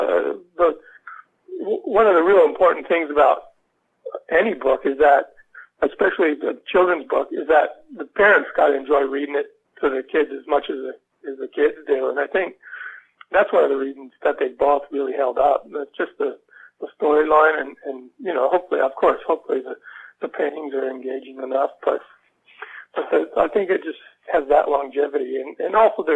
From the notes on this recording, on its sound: spoke to us by telephone from his home in Australia